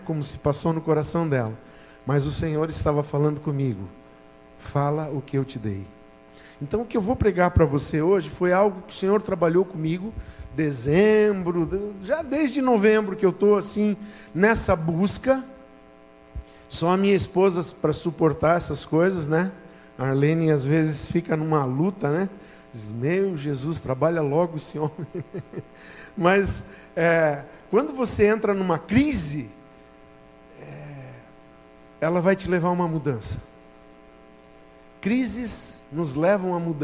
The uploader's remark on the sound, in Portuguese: Culto Especial de 29 anos Igreja ABA Blumenau. Na Igreja ABA Blumenau (Transmitido ao vivo).